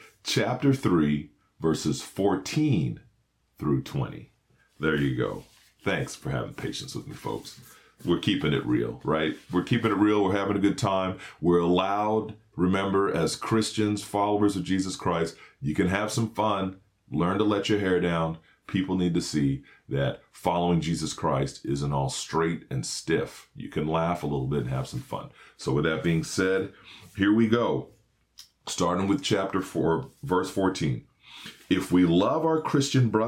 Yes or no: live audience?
no